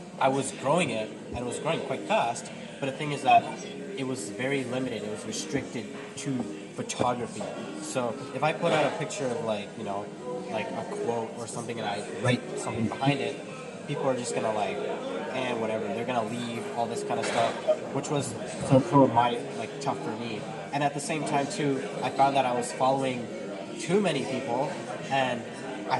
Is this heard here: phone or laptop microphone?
yes